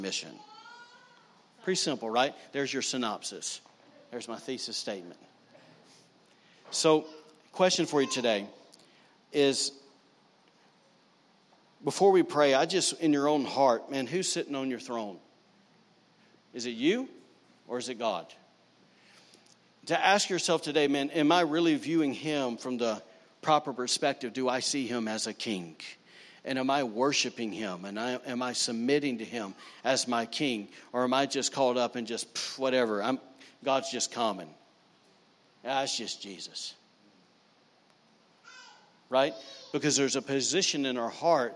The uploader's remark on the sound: recorded on Sunday, August 4, 2019, during service at The Anchor Church in Rockport, Maine